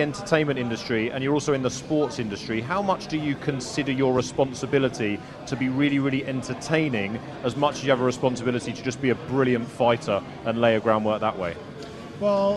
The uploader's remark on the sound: New season, new location! Live at Kickers Sports Bar.